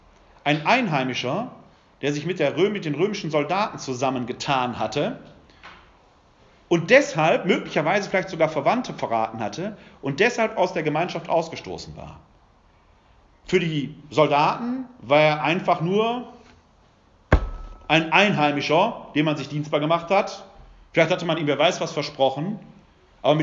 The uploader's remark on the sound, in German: Ein Mittschnitt des Vortrags. Im Rahmen der ökumenischen "Kreuz- und Quergespräche" im Wuppertaler Westen.